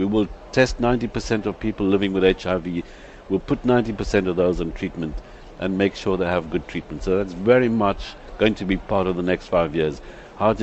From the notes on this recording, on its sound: at the 21st International Aids conffrence